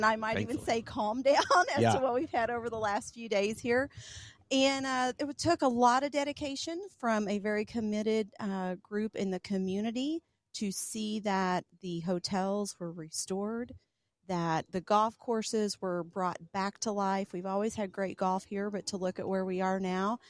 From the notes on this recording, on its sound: broadcasts live from the French Lick Resort